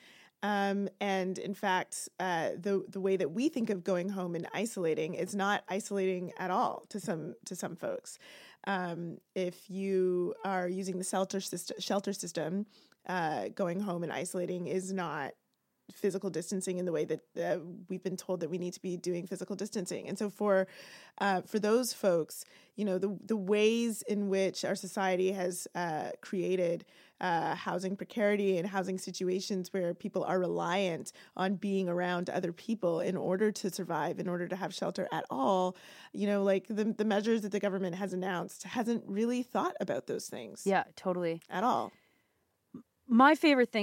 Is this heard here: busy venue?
no